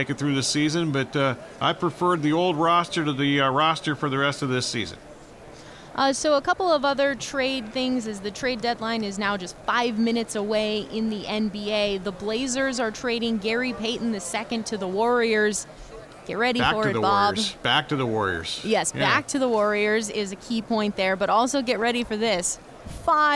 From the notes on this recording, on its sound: live from Super Bowl Radio Row